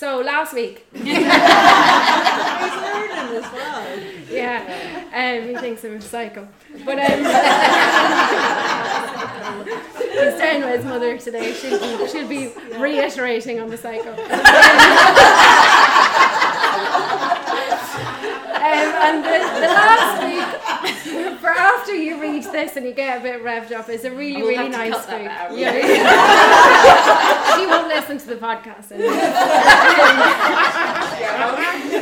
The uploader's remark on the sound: This episode was recorded at a recent Wild Women Within live event.